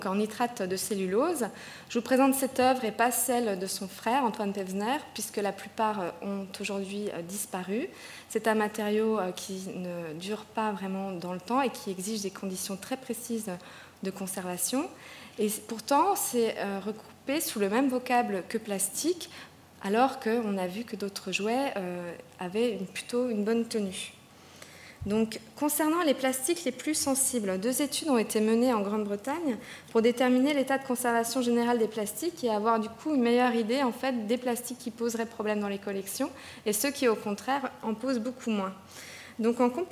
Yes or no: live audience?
yes